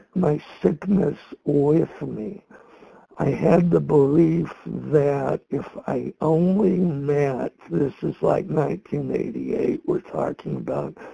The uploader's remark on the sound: From the 100 Pounders Phone Meeting.